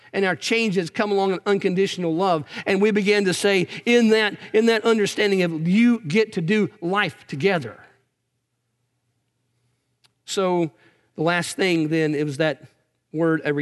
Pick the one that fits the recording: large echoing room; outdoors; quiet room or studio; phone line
large echoing room